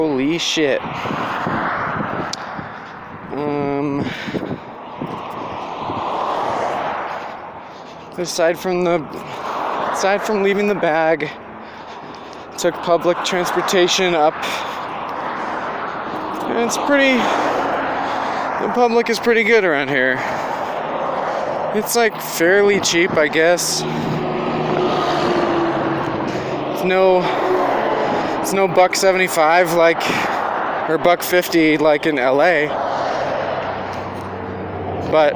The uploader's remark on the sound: Recorded this on my walk to work and then while sitting waiting to go in.